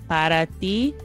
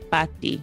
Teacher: It just sounds like pati instead of para ti. There's a whole syllable missing. · Shown in: second take